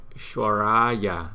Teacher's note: chữ S, đánh cong lưỡi